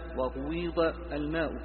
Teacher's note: غيظ الماء بإشمام الضم مع الكسر